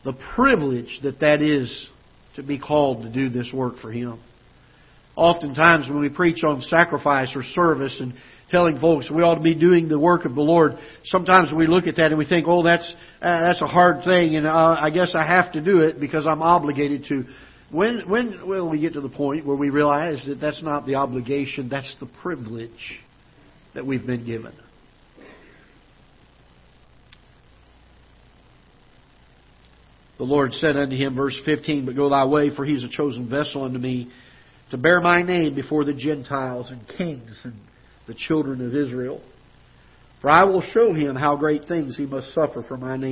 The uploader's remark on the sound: Ketha Heights Baptist Church ~ Live Broadcast